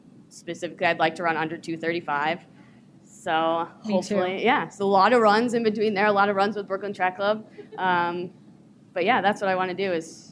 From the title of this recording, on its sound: LIVE at the United Airlines NYC Half